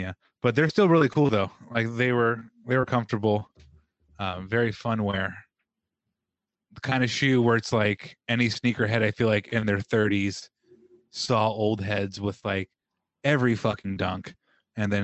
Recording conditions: video call